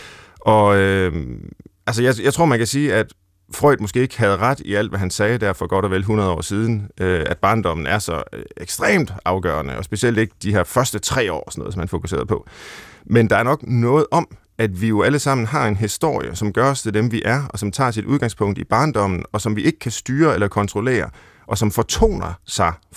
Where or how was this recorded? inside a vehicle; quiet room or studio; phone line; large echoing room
quiet room or studio